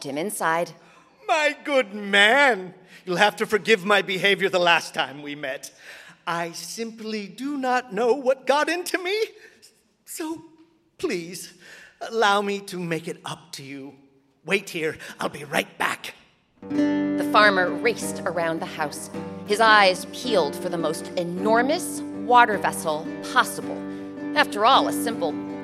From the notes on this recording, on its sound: Recorded live at The Cowell Theater in San Francisco.